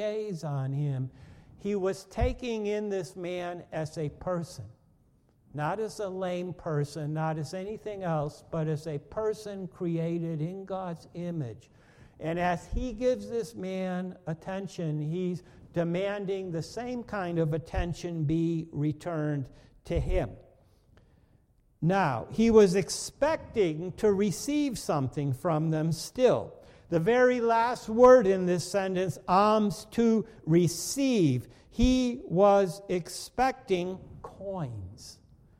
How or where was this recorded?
large echoing room